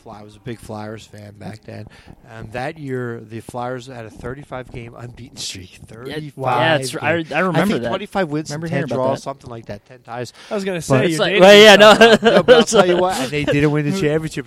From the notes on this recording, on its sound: Live on … Sports from the Philadelphia Sports Hall of Fame Induction Dinner on November 3rd at the Hilton Hotel in Bala Cynwyd.